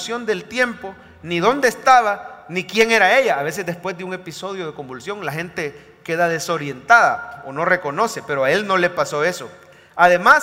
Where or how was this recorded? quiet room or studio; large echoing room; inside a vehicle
large echoing room